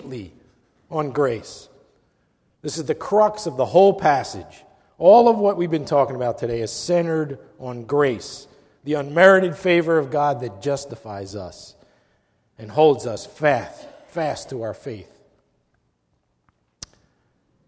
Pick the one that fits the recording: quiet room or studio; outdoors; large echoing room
large echoing room